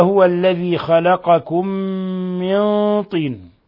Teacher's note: خلقكم من، هذا يسمى إدغام مثلين صغير، حيث أدغمنا الميم الأولى في الميم الثانية